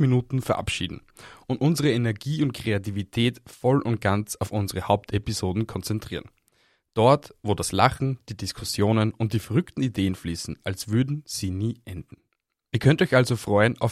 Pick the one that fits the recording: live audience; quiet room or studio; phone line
quiet room or studio